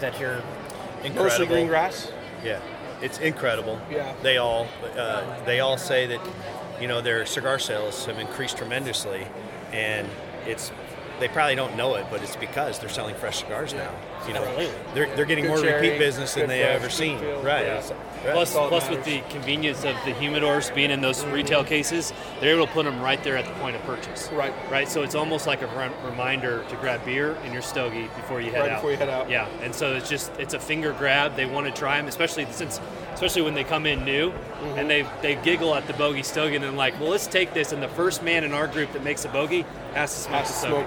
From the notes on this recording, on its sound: Las Vegas PGA Show Interviews. I was a little nervous about how the audio would come out, but that’s is why you invest, heavily at times, in solid equipment! We had a blast walking the floor of the show at the Venitian and at the last minute, I decided to grab our audio recorder and bring it along. The audio came out great.